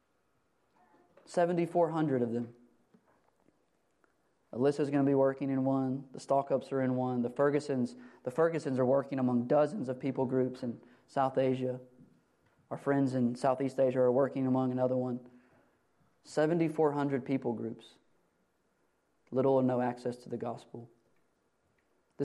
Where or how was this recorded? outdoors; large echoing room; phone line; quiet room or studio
large echoing room